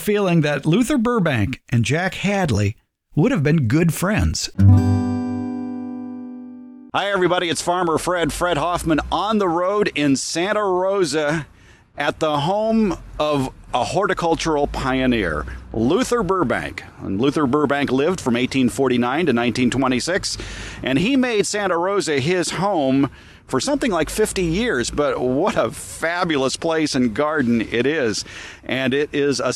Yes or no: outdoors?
yes